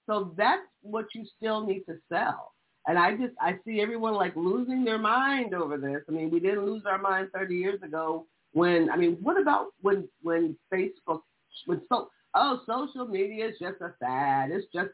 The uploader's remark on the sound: oops had some audio issue, sorry about that